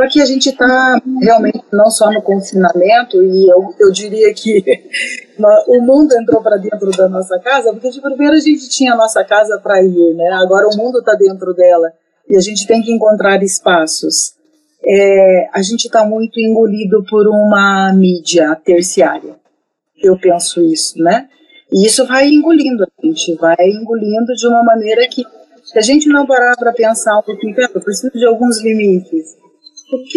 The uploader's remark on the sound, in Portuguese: Nossas gravações estão sendo realizadas à distância e, devido à instabilidade de internet, você vai perceber alguns probleminhas técnicos no decorrer da conversa